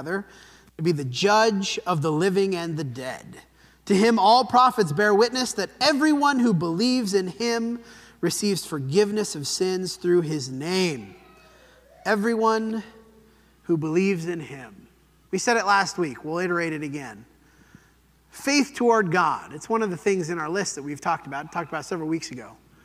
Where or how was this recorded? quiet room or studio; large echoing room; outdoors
large echoing room